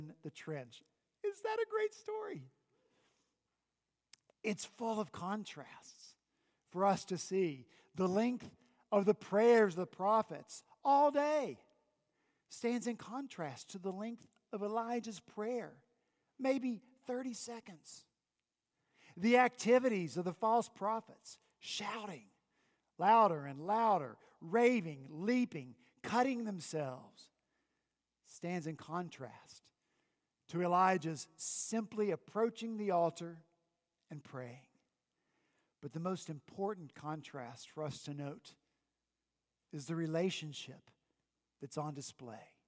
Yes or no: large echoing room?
yes